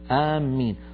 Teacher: في لهجة ثانية آمين بتشديد الميم